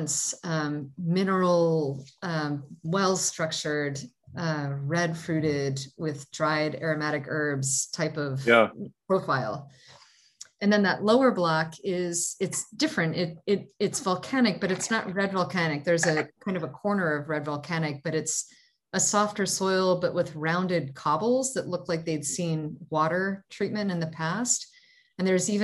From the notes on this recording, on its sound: In this Zoom session